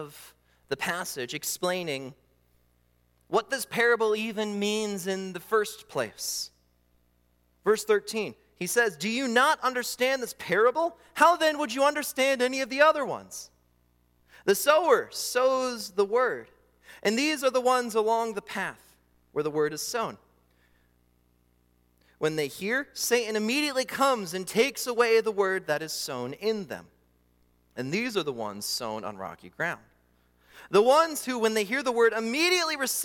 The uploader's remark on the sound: during the Morning Worship Service on Sunday, October 22, 2023, at Calvary Baptist Church in Battle Creek, Michigan